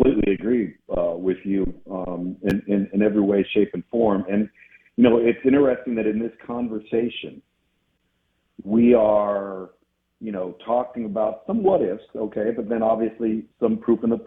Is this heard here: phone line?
yes